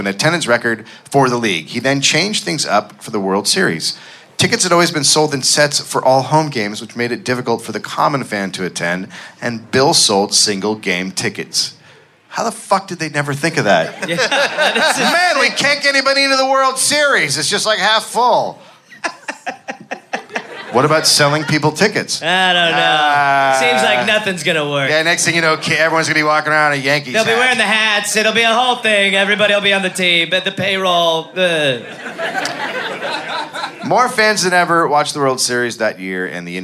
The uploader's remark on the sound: Live in Chicago